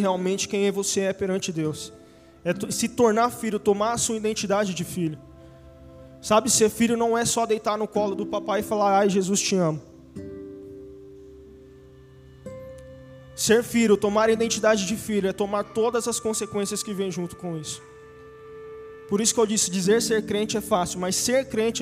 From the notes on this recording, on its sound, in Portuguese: Áudio do culto de Domingo do dia 03/04/2022.